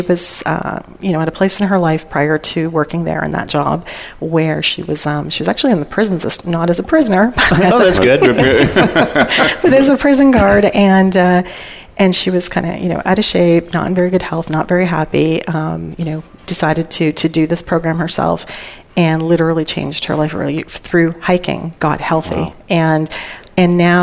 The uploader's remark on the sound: Live Broadcast at the The IPBC IGNITE Conference.